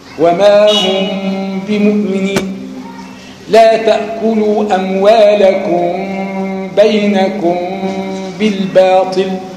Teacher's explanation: مخفاة بتضعيف انطباق الشفتين، يعني انطباق ضعيف حبة في ارتعاش، يعني زي بقول مرتعش شفتان مرتعشتان في حبة رعشة كده بتدي بتضعف قوة الايه الميم، صوت الميم صح كده. · Term: إخفاء